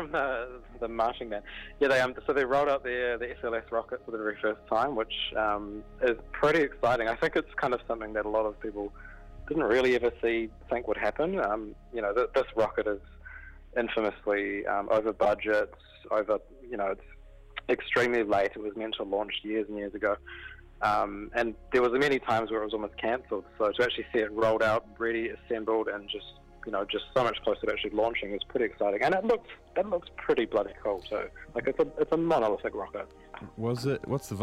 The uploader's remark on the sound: jumps on the phone